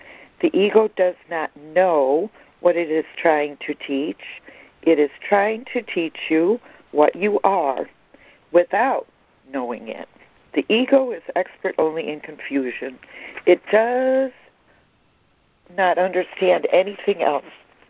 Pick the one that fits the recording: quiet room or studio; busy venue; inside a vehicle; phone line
phone line